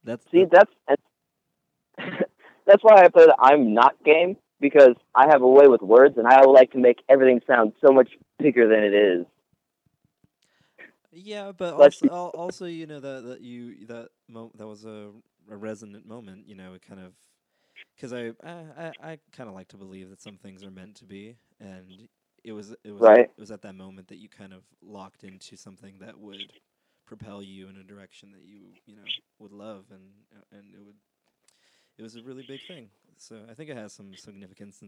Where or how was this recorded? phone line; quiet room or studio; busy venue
phone line